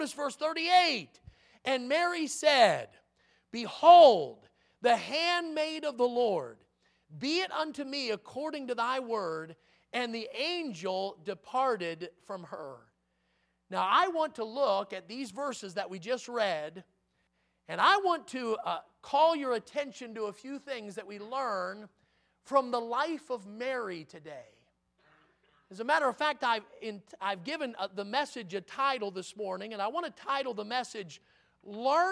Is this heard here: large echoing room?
yes